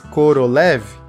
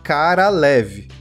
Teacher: no russo todos os Os viram As quando não estão na sílaba tônica · Shown in: second take · Então esse Korolev vira Karalev, porque a sílaba tônica é a última.